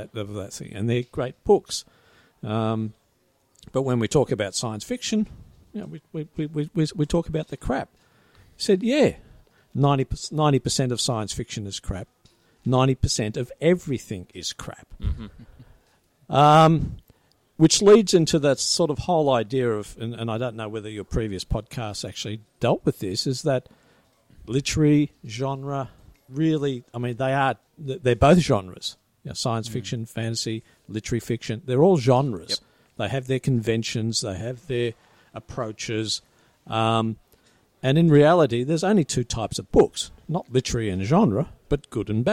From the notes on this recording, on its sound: Recorded live at the Brunswick Street Bookstore.